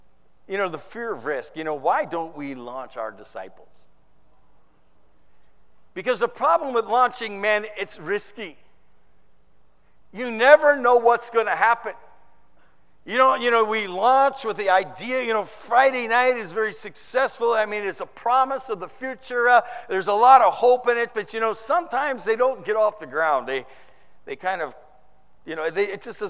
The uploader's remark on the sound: Preached in the 2013 San Antonio TX Conference